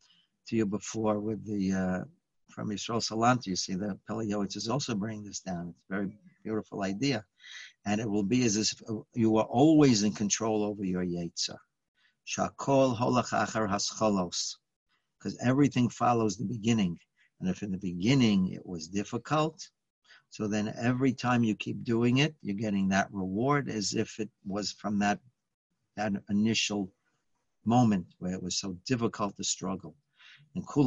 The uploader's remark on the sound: Live On Zoom: 6-16-2020